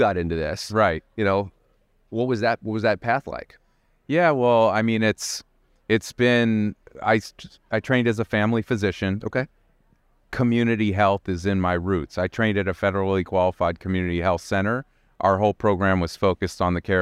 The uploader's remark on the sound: recorded at the ViVE 2023 conference in Nashville